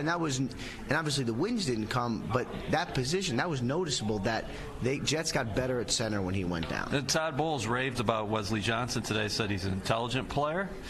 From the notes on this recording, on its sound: Live at the League Meetings